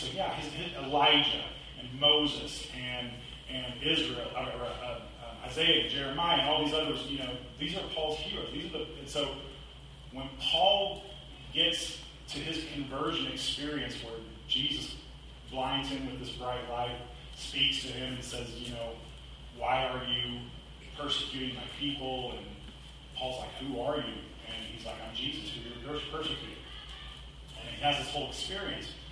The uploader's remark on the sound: Apologies for the audio quality.